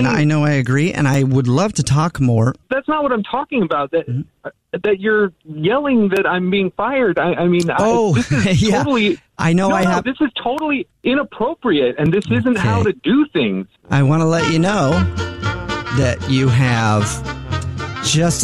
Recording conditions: phone line